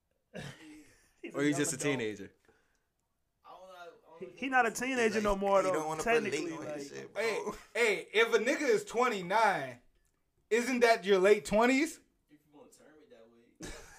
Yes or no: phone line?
no